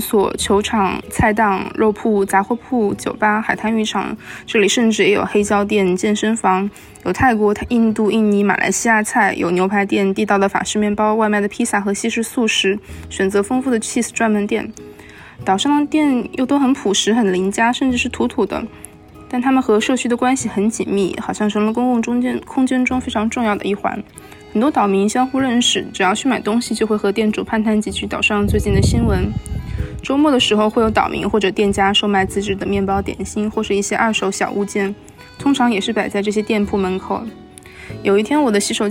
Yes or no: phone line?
no